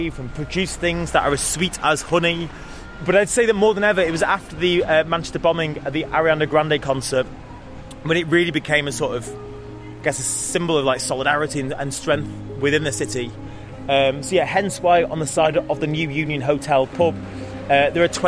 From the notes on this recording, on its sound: On a tour around the city. Free Manchester Walking Tours.